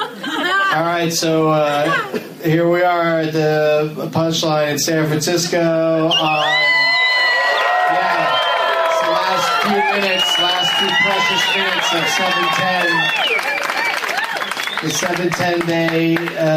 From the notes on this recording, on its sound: against audience members at the Punch Line in San Francisco